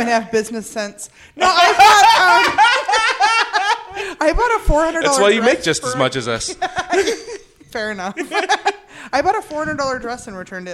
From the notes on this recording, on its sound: Recorded live at Kickstand Comedy Space in Portland, Oregon.